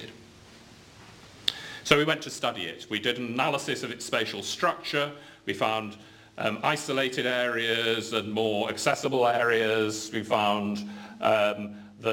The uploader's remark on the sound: UCL Lunch Hour Lecture.